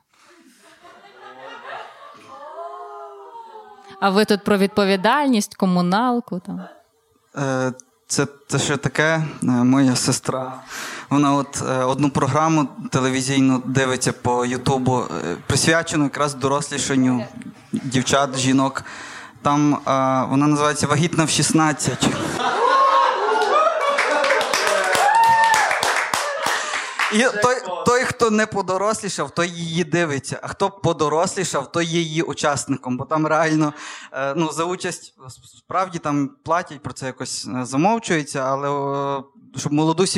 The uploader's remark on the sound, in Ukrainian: Запис здійснено у кавярні KARP coffe. Потужностями студії "Дві Сімки" та "радіо Скорбота".